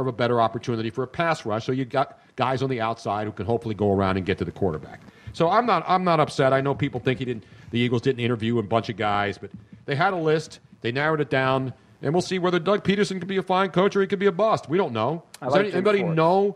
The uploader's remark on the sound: A lucky audience member got to spin the wheel and won 175 dollars cash. We picked an audience member.